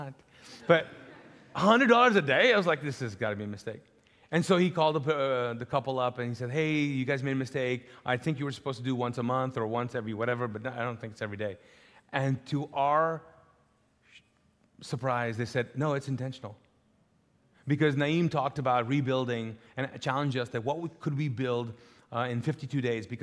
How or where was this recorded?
large echoing room